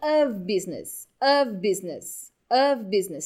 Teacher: esse OF não tem som de F no final, é um som de V